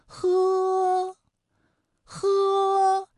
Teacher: 舌根要用力，尽量的上拢靠近软腭，让气流从舌根和软腭之间流出